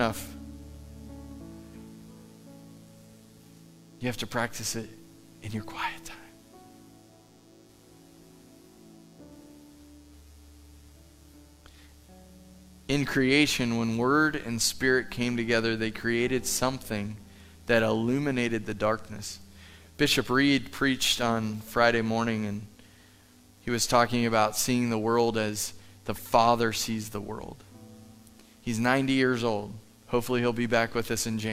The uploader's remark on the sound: Live from The Summit Church in Dover, OH